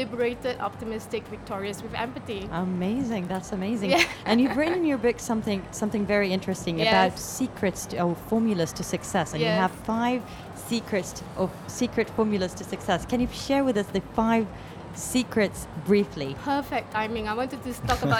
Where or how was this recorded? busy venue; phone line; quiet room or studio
busy venue